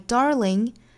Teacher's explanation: darling 里面有一个 r 卷舌音，包括第一句里面的这个 heart 有一个卷舌音